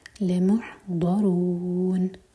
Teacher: ضاد ہے زبان کی سائڈ سے پڑھیں گے اور پھر را پر دوما تو را ہیوی.